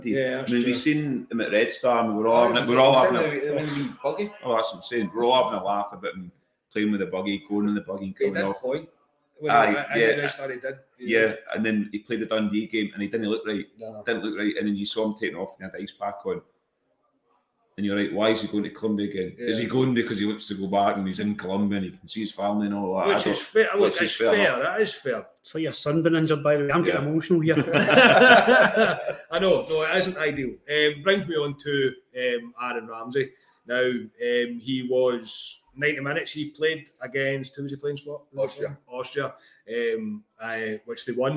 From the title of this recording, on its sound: RECORDED AT THE VICEROY BAR